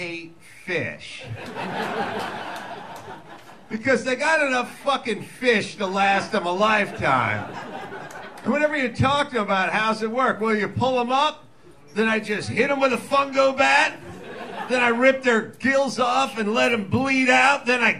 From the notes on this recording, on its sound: Live from Chilkoot Charlie's in Anchorage, Alaska. Invites a couple of Anchorage locals to join him on stage to play The Rotten Tomatoes Game.